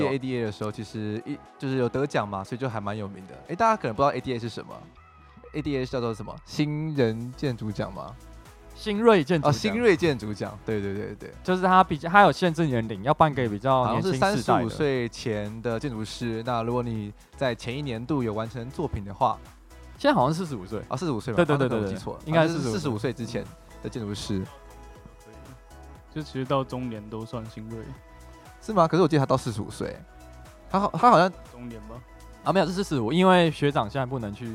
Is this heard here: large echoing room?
no